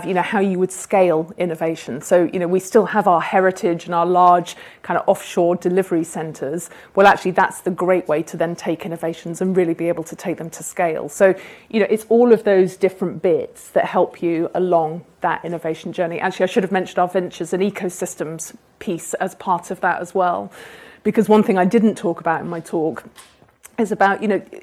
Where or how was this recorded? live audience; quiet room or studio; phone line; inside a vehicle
live audience